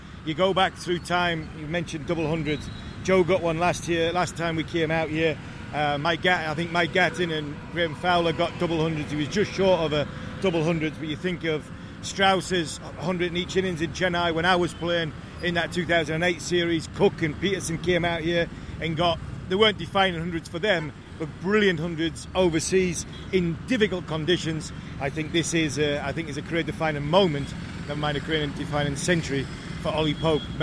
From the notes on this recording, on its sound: Live from the back of a Tuk-Tuk. Hyderabad.